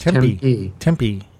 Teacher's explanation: I've been told you put equal emphasis on both syllables